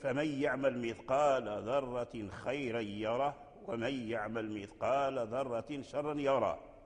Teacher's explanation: فأخبر الناظم رحمه الله أن نافعا وصل هاء الضمير من يره · Term: صلة الهاء